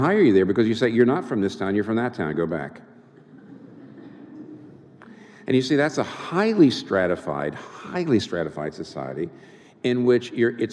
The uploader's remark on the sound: This talk was recorded before a live audience. In New York City.